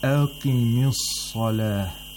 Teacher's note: The qaf has the lowest level of tafkhim.